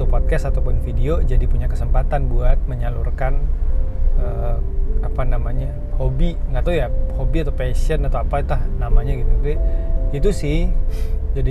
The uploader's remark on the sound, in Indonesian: Lagi berkendara, maklumin yaa kalo rada noise.